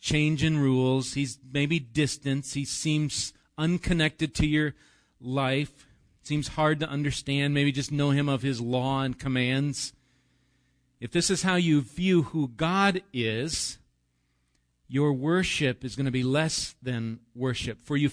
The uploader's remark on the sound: Recorded live at Bethany Bible Church